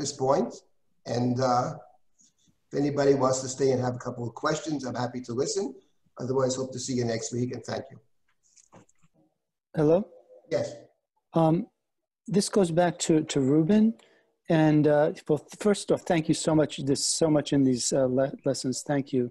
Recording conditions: video call